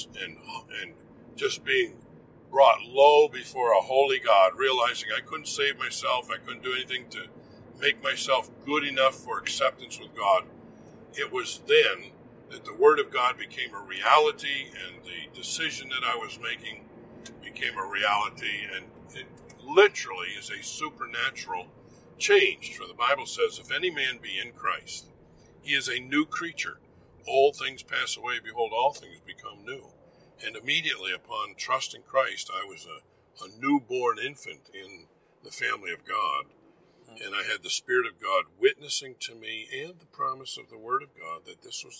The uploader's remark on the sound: This podcast is recorded in a moving vehicle, so sound quality is degraded.